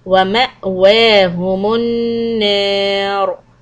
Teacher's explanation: When you stop on the raw, there's a fatha, so it's going to be heavy quality.